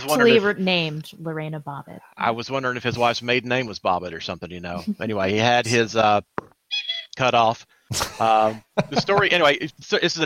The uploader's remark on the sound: The Call-In Show